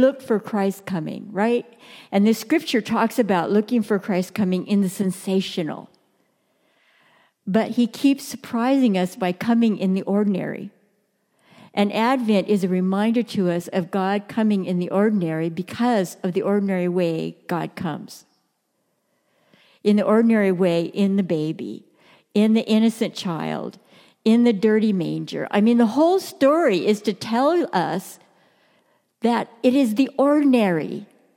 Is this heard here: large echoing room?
yes